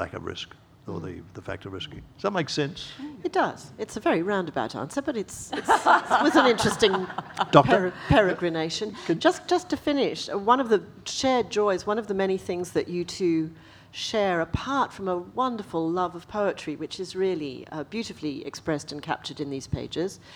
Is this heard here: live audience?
yes